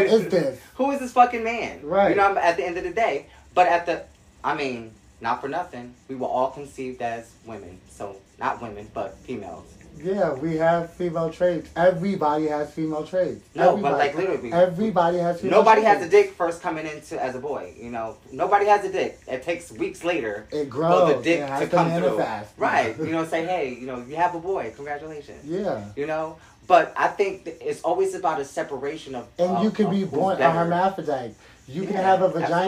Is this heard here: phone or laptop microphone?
yes